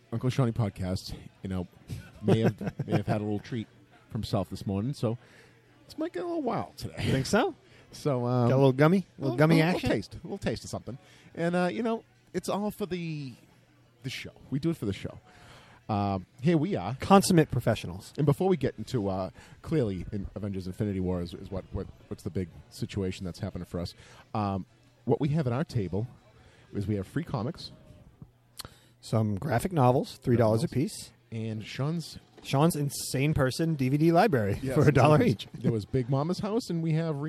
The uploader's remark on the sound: enjoy all the interviews, nonsense, background noise and beer sipping goodness